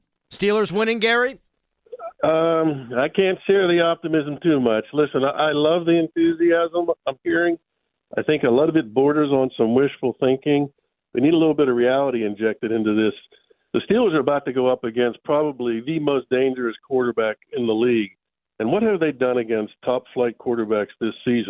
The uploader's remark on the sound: He called